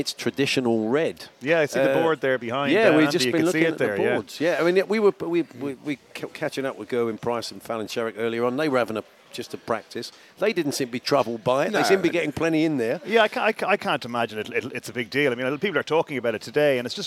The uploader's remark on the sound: live from Oche The Strand where The World Darts Championship draw took place